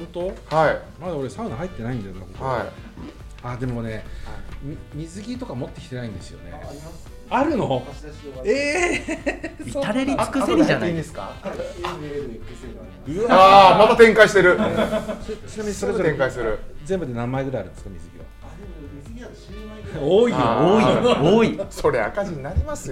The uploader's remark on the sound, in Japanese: 今回もスナックぬれずきんを開催した際に行なった公開収録の模様をお届け！賑やかな収録になりました！